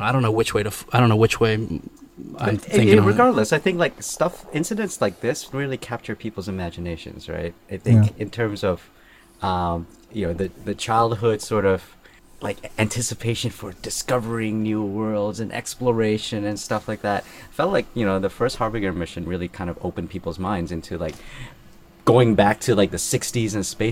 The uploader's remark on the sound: Recorded at the Friese-Greene Club in Bangkok Thailand.